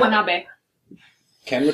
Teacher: all of the vowels have the same sound, they don't change. They don't have long vowel sounds.